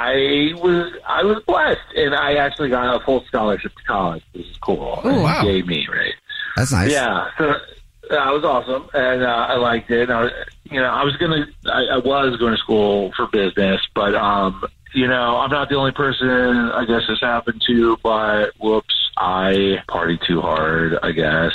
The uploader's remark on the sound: The man on the phone has a Dirty Little Secret and we are calling him to ask about it!